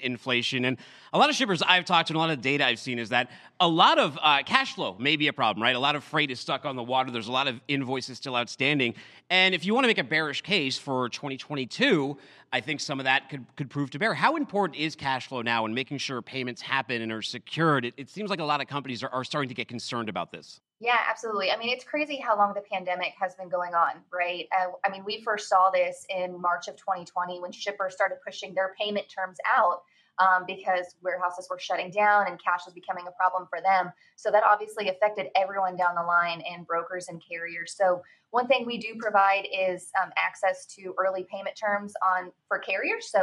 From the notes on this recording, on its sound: coming to you live from day 3 at F3.